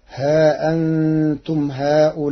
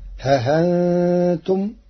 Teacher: قرأ ورش كلمة ها أنتم بتسهيل الهمزة وإبدالها حرف مد للساكن